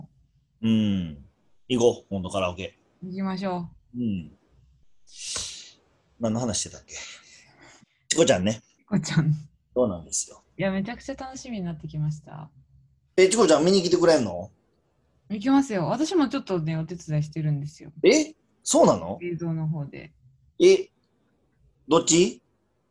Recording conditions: video call